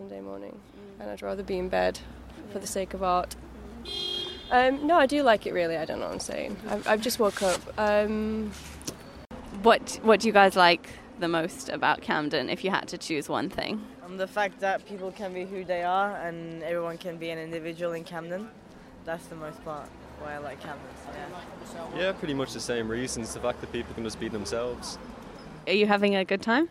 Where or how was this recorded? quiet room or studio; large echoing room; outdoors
outdoors